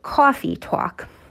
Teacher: something we call thought vowel raising, which is a vowel change